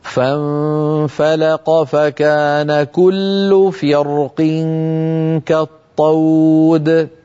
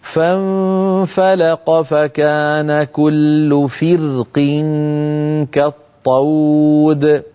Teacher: قلت منذ قليل إن بعض القبائل كانوا يفخمون هذه الراء، يعني لو كان حرف الاستعلاء مكسورا وهو القاف فإنه يبقى فيه من القوة ما يجعله يؤثر في جارته الراء فيفخمها · Shown in: first take · فكان هؤلاء ينطقون هذه الكلمة فرق مفخمة الراء، وكان بعض القبائل ينطقها مرققة لأن القاف قد كسرت فيقول فرق كالطود، فرق كالطود مرققة، سأنطقها مفخمة ثم أنطقها مرققة.